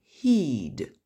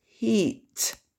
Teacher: c'est vraiment le son final qui va vibrer ou pas, c'est pas tout le mot, puisque le mot, de toute façon prononcé, il a un son voyelle et que le son voyelle vibre.